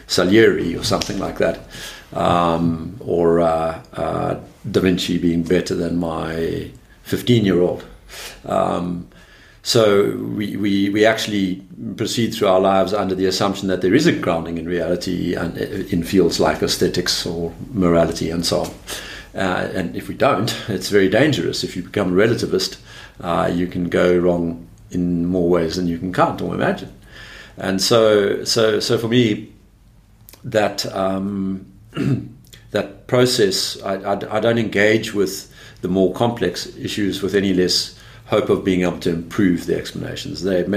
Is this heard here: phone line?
no